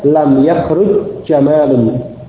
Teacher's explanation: Jim pada yahruju itu diidghamkan pada jim dari jamalun, sehingga dibaca lam yahruj jamalun.